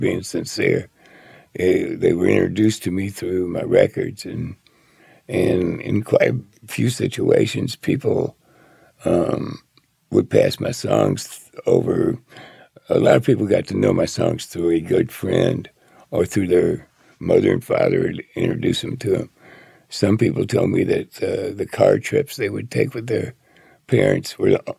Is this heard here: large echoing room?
no